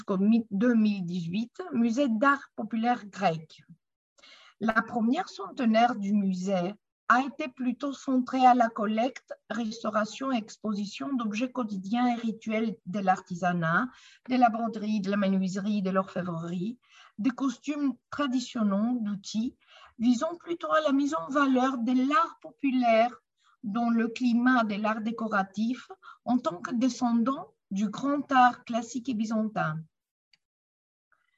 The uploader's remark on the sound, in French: Séance enregistrée sur Zoom